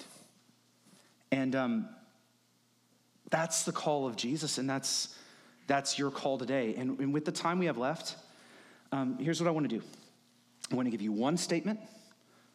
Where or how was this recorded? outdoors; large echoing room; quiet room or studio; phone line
large echoing room